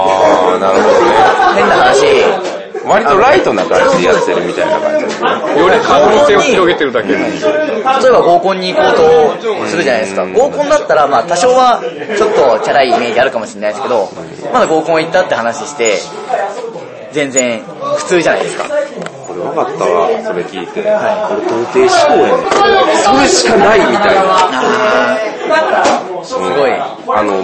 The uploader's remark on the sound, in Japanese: 雑音多めなので要注意でございます。